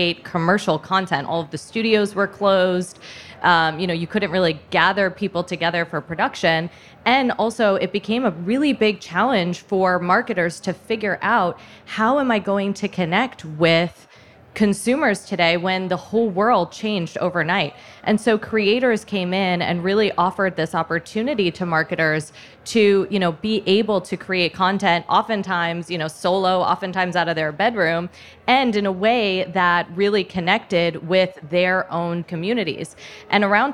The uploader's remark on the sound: We’re featuring a roundtable conversation with some experts, recorded a few weeks ago at SXSW.